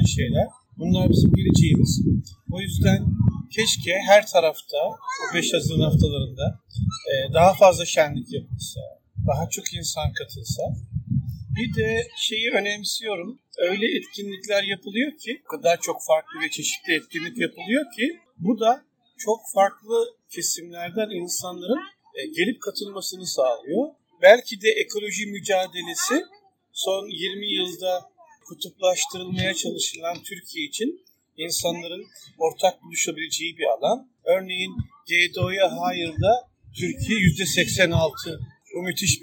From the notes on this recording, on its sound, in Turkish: 3-5 Haziran'da gerçekleşen Kadıköy Çevre Festivali'nden sesleniyoruz. Oradaki ortamı sizlere de yansıtabilmek adına katımcılarla, STK'larla ve oradaki dostlarımızla minik röportajlar yaptık.